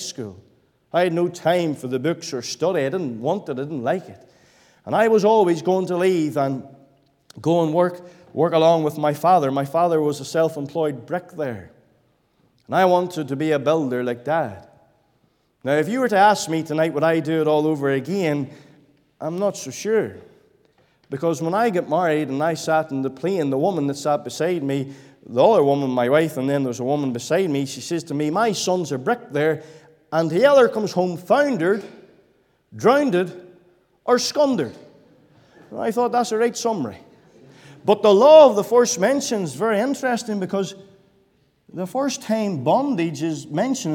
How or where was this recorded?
large echoing room